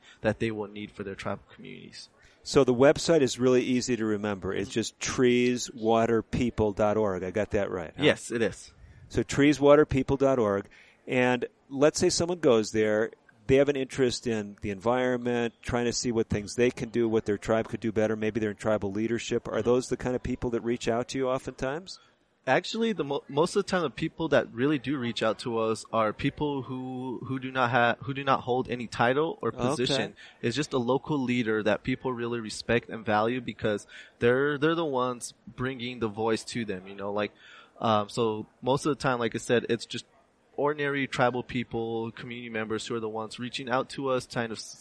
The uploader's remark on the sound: recorded at the 2019 NCAI Convention in Albuquerque, NM